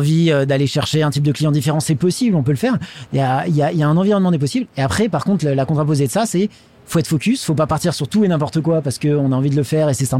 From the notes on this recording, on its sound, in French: en direct du salon Go Entrepreneurs